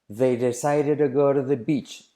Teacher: Todas las Ds como R suave.